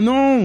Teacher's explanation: Now, you might hear that no, and there's another N at the end, but it's all in your nose. And that's what we call nasal vowels.